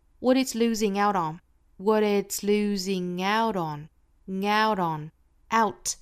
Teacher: 尾部 t 又是 flap t